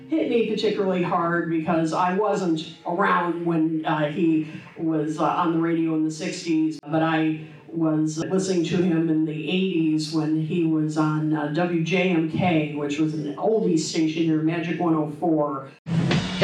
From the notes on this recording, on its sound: Live-ish from the Chicago 2023 Fest for … Fans. Live (on Tape and edited) from the SEATAC room in Chicago, Illinois.